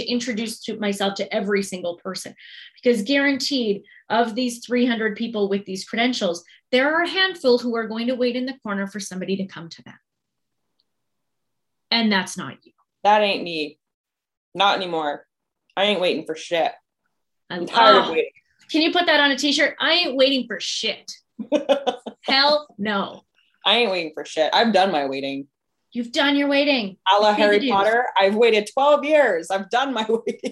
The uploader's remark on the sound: We asked, and you (overwhelmingly!) wanted to hear what happens in my Zoom room during a business strategy call.